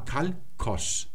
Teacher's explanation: das ist das L, das Lambda, und dann jetzt unbehauchtes K